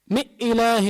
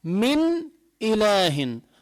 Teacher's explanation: تلفظ النون الساكنة واضحة تظهر النون الساكنة عند اللفظ، لا بتخفيها ولا بتطلع غنة · Shown in: second take · تكون واضحة مثل اللي عم بهج الحرف، تلفظ بها واضحة، · Term: إظهار